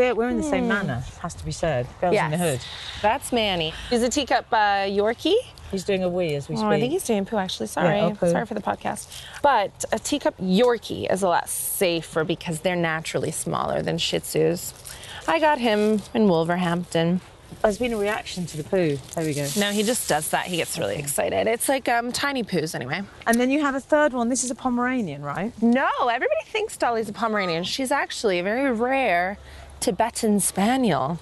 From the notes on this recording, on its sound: Goes out for a stroll.